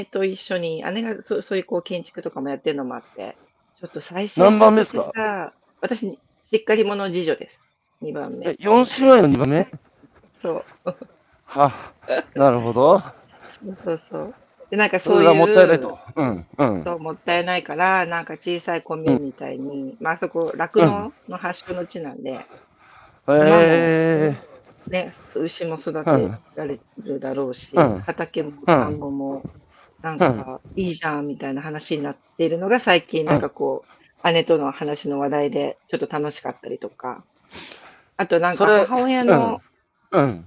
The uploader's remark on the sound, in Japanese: 歩きながら1時間、対談する